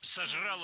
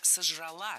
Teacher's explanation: Ударение опять же переносим в конец слова. · Shown in: second take